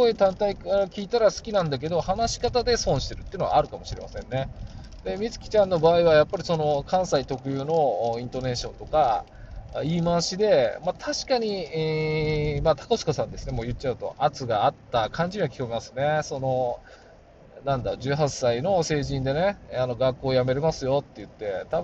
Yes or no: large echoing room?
no